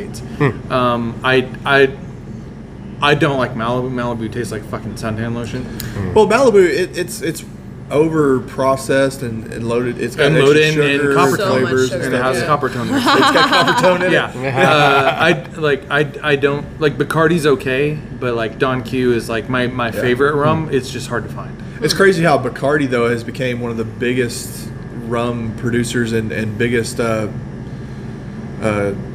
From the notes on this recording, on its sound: This week we are LIVE from Gusano's Pizza